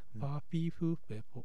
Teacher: 英語の F の発音ではなくて、両方の唇が合わさる、パーフィーフーフェーフォの発音